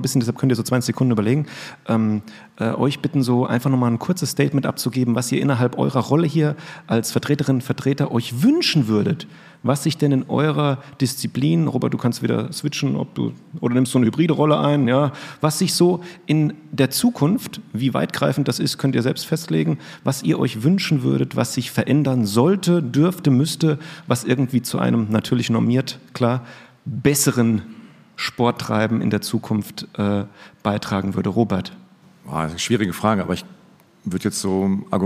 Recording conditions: live audience